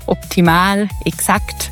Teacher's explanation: Oder diese hellen A's wie in optimal, exakt.